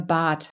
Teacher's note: Also man spricht kein D, sondern Bad. Man hört eigentlich gar nicht, ob da ein T oder ein D steht. Das ist die Auslautverhärtung oder Stab.